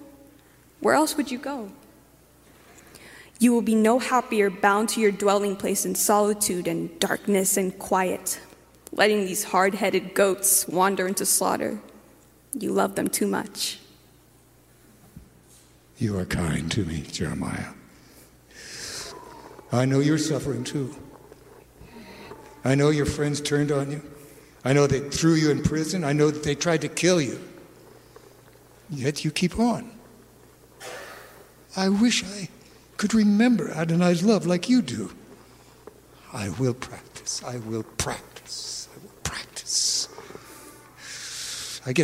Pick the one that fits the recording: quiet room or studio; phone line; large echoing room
large echoing room